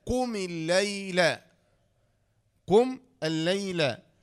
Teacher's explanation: همزة وصل تسقط وصلا لام شمسية مدغمة